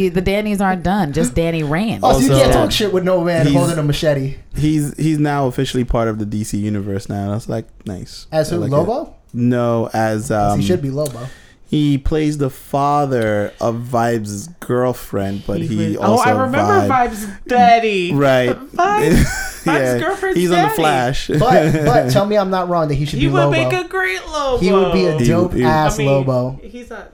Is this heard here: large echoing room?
no